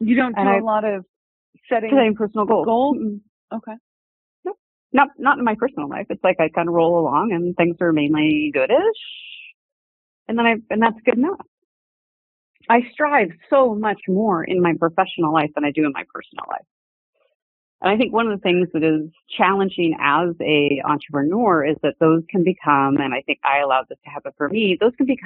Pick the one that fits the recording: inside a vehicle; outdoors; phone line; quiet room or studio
phone line